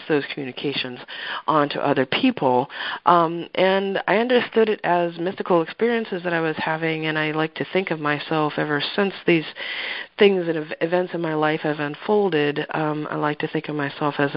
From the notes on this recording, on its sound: Mystical France Pilgrimage Teleconference 2.